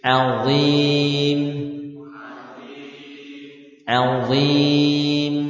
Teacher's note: yakni dha-nya kita baca dengan jelas, yakni dengan menebalkan dha.